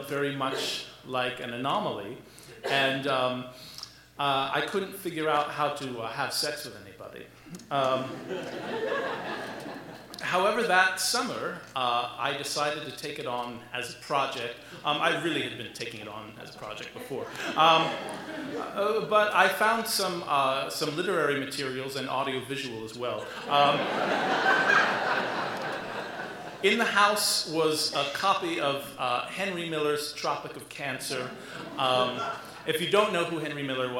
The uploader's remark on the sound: live at the Alberta Abbey